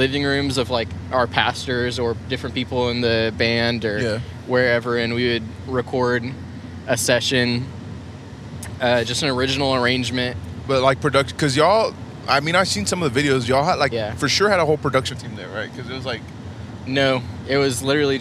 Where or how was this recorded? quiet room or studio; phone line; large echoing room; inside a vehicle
inside a vehicle